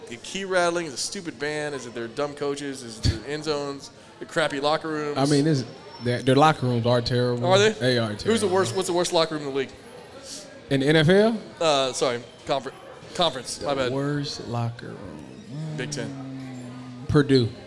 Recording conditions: busy venue